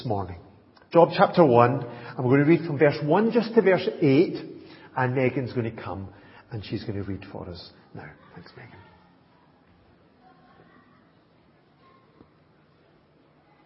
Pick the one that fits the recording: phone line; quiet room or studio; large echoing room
large echoing room